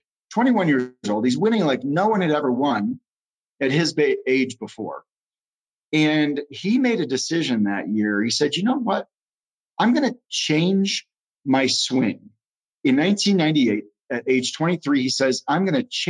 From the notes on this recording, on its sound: Recorded as part of a webinar series for Human Capital Group’s Housebuilder Business Resilience Hub.